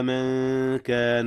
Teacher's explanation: أخفيت نون من قبل الكاف من كان، والكاف من حروف الإخفاء